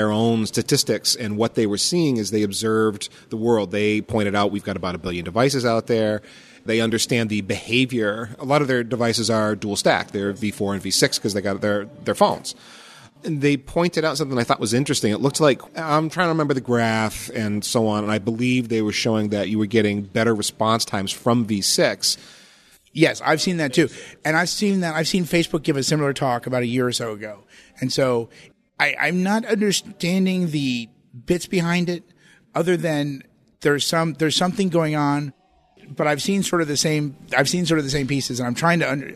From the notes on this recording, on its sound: This podcast was recorded on site at the IETF 98 conference in Chicago. This week’s Priority Queue was recorded on site at IETF 98 in Chicago. This podcast was recorded on site at the IETF 98 conference in Chicago.